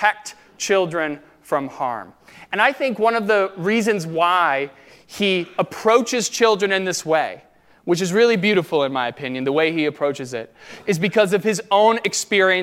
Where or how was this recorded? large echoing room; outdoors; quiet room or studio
large echoing room